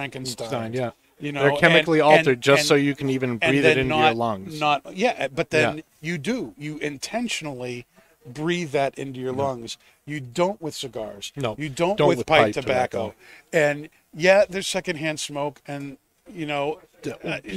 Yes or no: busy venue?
yes